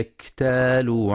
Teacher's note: وينتبه لشدة الكاف وهمسها في كلمة اكتالوا